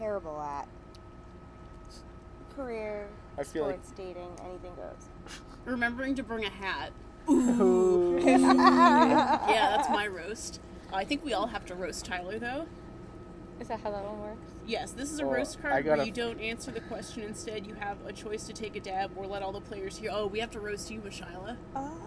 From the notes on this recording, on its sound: It was too hot to record inside, and we didn't have a stage to record on, soooooo the audio has pool-filter-inspired white noise and sometimes gets louder for no reason!